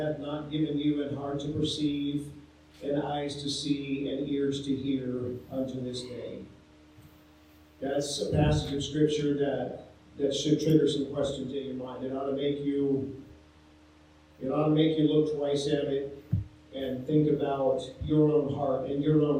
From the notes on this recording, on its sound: Sorry for the poor sound quality on this episode.